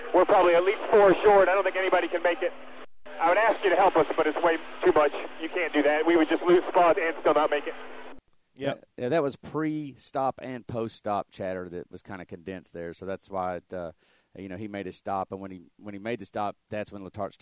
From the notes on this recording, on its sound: sneaks away from work to call in.